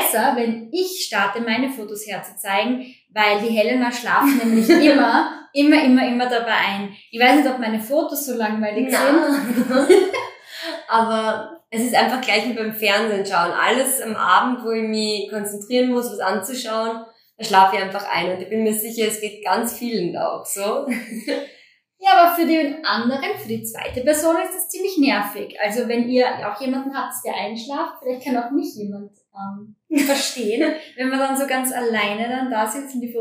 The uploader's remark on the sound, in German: Bei dieser Folge handelt es sich um unsere erste Aufnahme überhaupt. Damals hatten wir noch kein so "ausgereiftes" Audio-Setting.